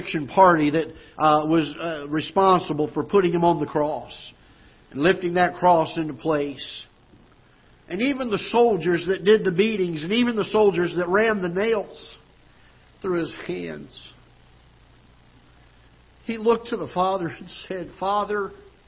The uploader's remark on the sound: Ketha Heights Baptist Church ~ Live Broadcast